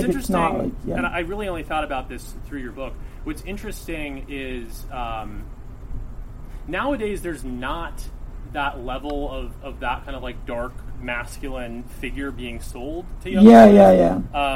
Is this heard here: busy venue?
yes